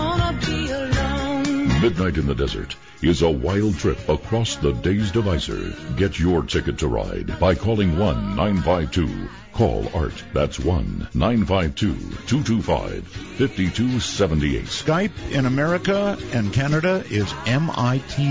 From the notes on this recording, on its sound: callers phone in to midnight in the desert